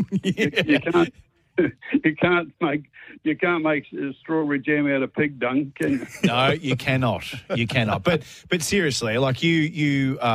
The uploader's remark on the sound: phoned in to wish him many happy returns of the day